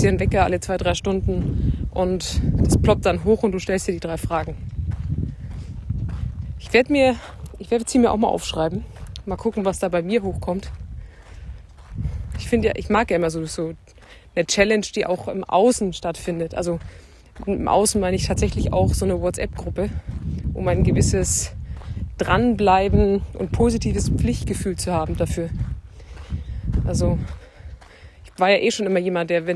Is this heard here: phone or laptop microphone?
yes